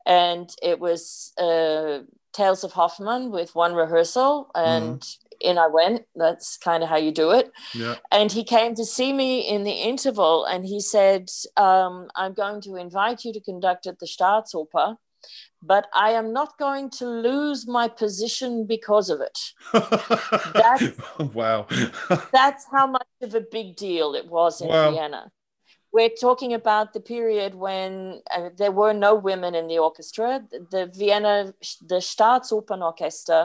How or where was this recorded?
video call